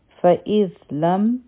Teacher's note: د زال د پاره به مونږ خپله ژبه د بره غاښونو د لاندې راولو چې دا مخرج صحیح ادا شي.